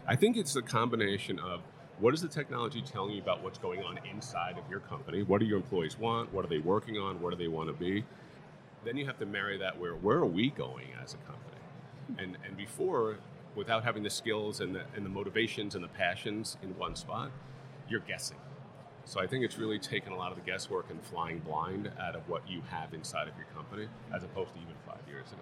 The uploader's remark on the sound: Live at the HR tech 2022 conference